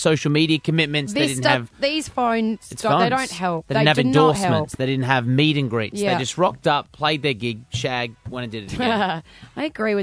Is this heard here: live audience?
no